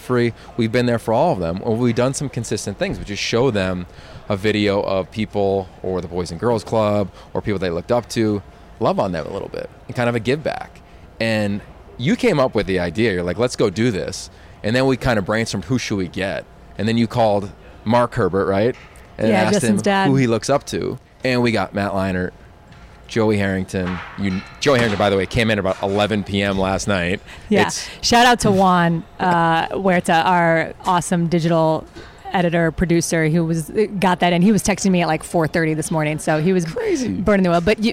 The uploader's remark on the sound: live at the Rose bowl for media day